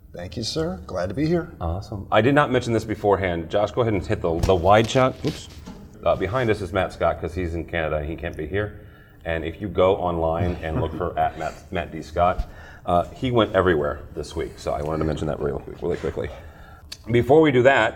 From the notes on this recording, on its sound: Live From InfoComm 2021